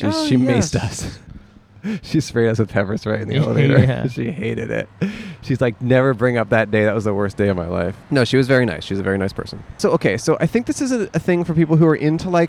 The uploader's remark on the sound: Outside AlienCon. Recorded 3/5/23 at the Pasadena Convention Center in California.